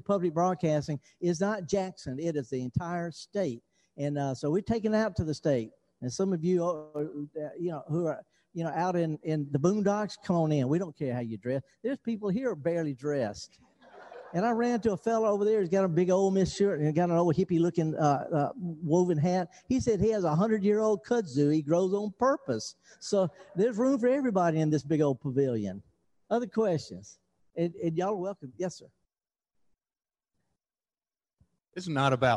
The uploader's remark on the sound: Live broadcast of The Gestalt Gardener from the Armory Pavillion in Oxford, MS.